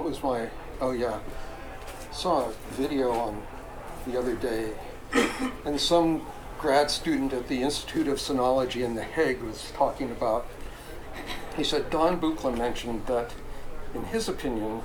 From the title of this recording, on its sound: talk from PDX Synth Expo